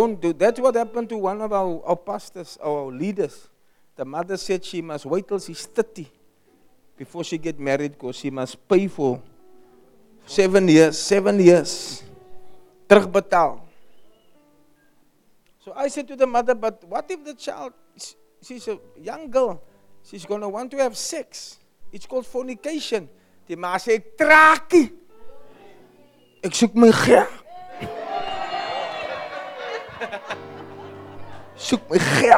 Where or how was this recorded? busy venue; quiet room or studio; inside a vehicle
busy venue